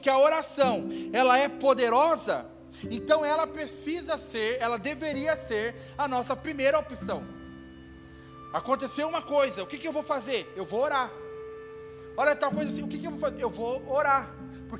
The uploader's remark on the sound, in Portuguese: Áudio do Culto de Domingo.